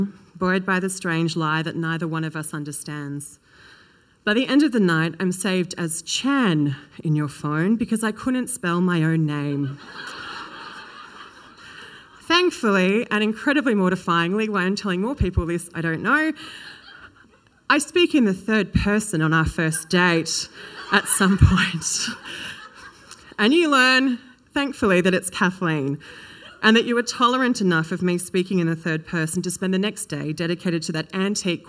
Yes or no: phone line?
no